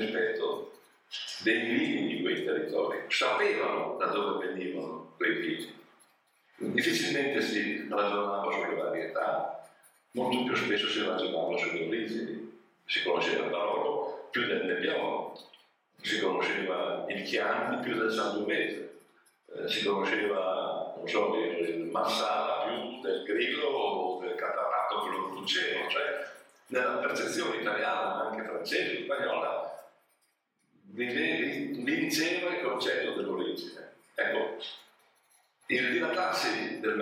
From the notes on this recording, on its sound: Seminar during Vinitaly 2022. WARNING AUDIO IS LESS THAN PERFECT!